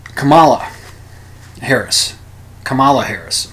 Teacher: the emphasis is on the first syllable, not the second